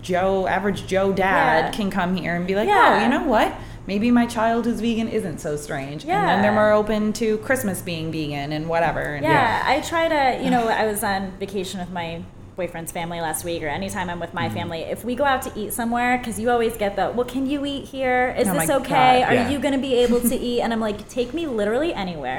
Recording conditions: busy venue